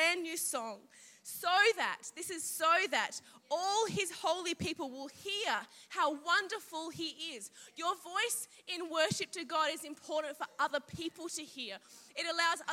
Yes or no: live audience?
yes